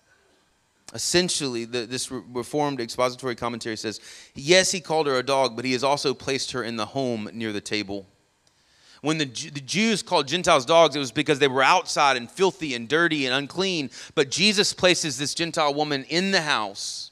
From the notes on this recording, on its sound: Sermon audio from our morning service.